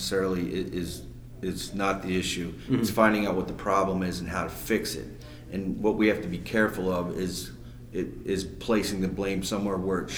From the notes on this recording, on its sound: Live From The PWNA Event. The convention they just put on in Orlando.